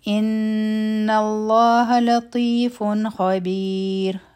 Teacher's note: نون مشدد دی غنه به کو، لام جلاله به غټ وایو.